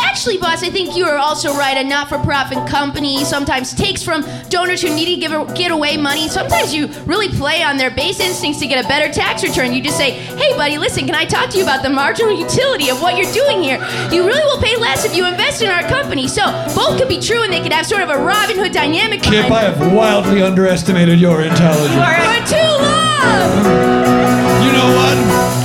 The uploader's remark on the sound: Live from Dynasty Typewriter. Live at the Dynasty Typewriter in Los Angeles.